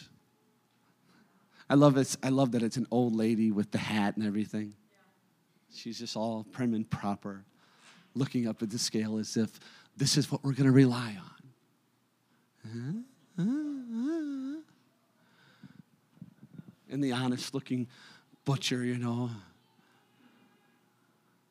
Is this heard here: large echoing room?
yes